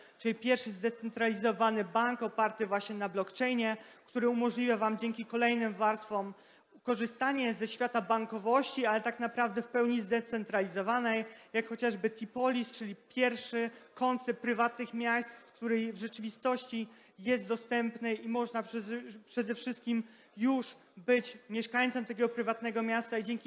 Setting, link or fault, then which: setting, live audience